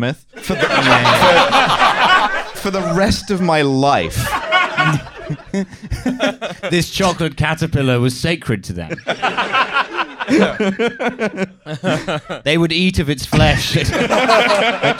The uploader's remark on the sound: TF Live in Birmingham. For stop one of the Trashfuture Regional Authenticity Tour 2023, we had a live show at the Glee Club in Birmingham.